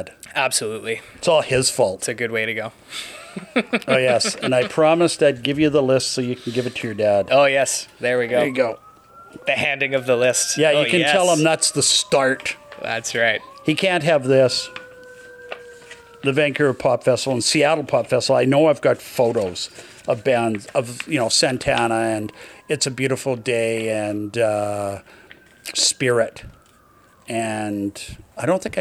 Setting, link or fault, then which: setting, outdoors